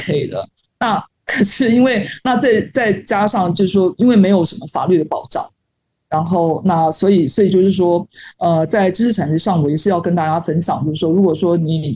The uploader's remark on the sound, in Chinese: 本次錄音為海外連線，音質較差，請聽眾朋友多多包涵。